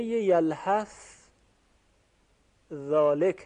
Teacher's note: همونطور که می دانید این دو حرف هم مخرج هستن، ثا و ذال و وا، اینها از یک جا تلفظ می شوند و مخرجشون طرف اللسان هست که به سر دندانهای ثنایای بالا برخورد میکنه